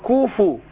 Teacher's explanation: ما سكنش الفاء، لأن كتير من الناس يقول كفوا أحد. لا، الفاء مضمومة. قول كوفوا.